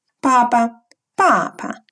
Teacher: Первый слог произносим четвертым тоном, второй слог легким тоном.